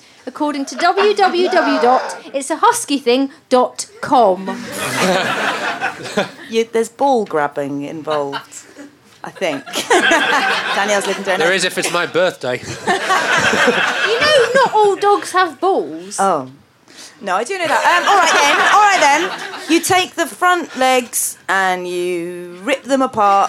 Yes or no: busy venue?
yes